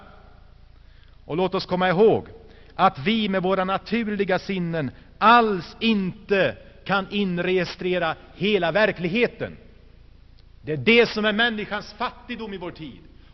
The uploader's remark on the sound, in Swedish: Inspelad i Saronkyrkan, G&#246;teborg 1985-01-27.